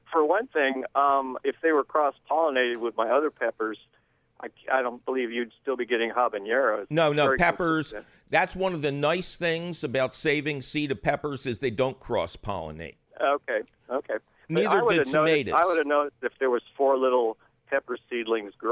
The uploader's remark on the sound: And, as always, we take your phone call questions!